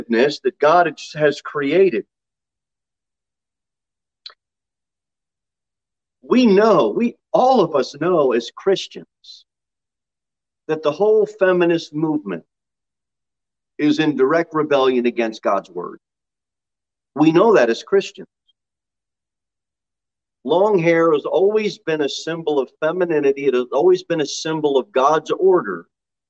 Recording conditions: large echoing room